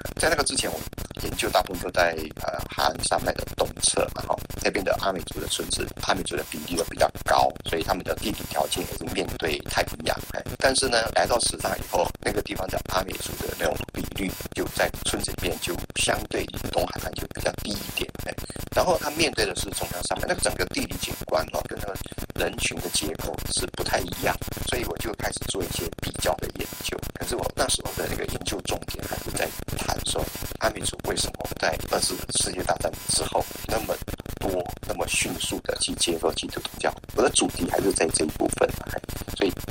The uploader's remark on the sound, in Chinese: 因為錄音設備簡約，所以電訪受到磁波干擾甚巨